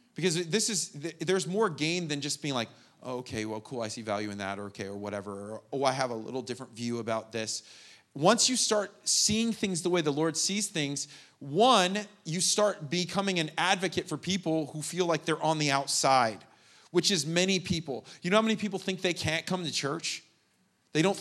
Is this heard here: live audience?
yes